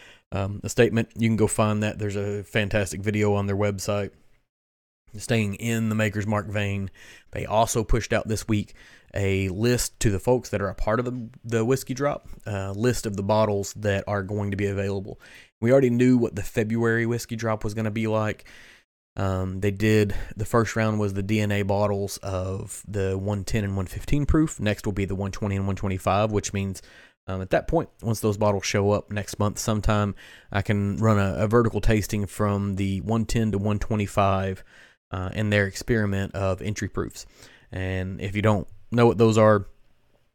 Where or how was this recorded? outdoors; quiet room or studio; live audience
quiet room or studio